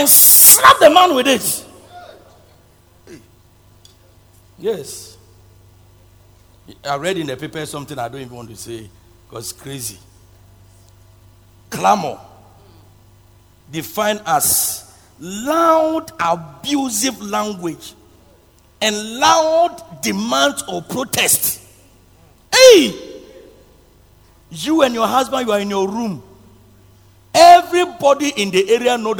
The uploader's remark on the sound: Preached at Loyalty House, Abbey, Dahwenya.